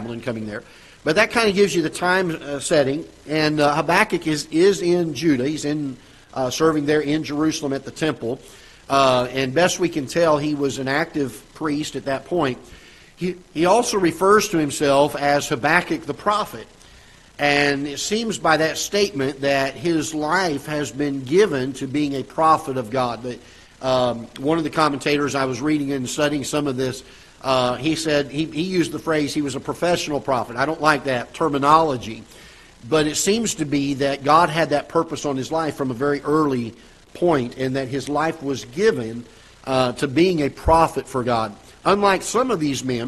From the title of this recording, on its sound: Ketha Heights Baptist Church ~ Live Broadcast